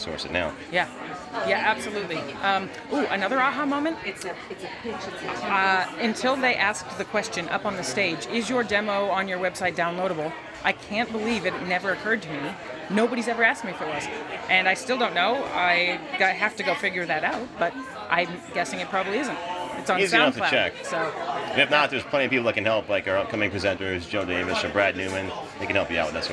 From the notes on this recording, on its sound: Live from VOcation NYC 2019, a conference devoted totally to the BUSINESS of voice over. We'll be presenting interviews and live sound directly from the show floor.